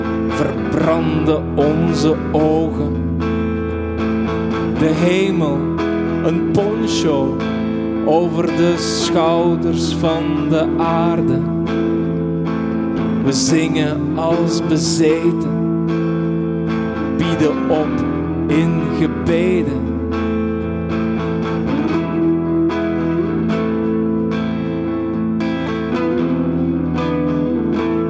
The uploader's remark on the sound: Live-sessie in Cultuurkapel De Schaduw.